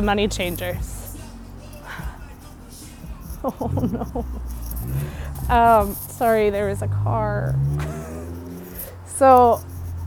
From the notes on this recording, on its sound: I apologize for the background noise!